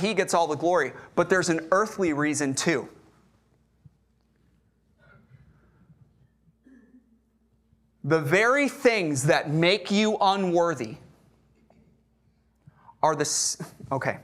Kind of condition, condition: setting, large echoing room